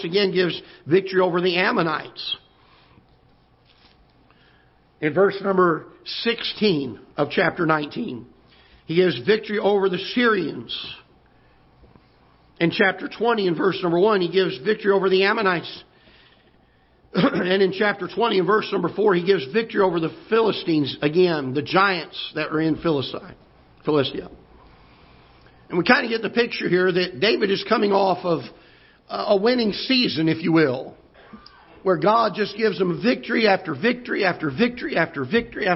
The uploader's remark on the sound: Ketha Heights Baptist Church ~ Live Broadcast.